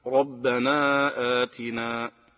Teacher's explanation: تفخم الراء التي تكون مفتوحة نحو ربنا آتنا · Term: التفخيم